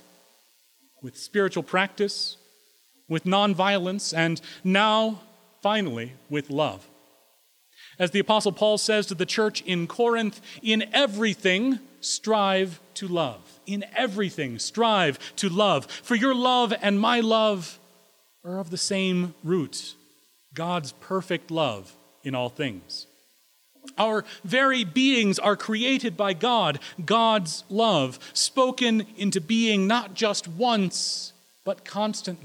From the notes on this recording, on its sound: Recorded May 22, 2016 at Corona United Presbyterian Church, New Mexico